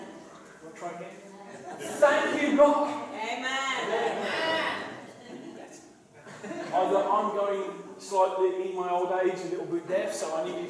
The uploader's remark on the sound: KCCs morning service. Please note that this is a live recording and at times the audio quality may not be the best due to external circumstances.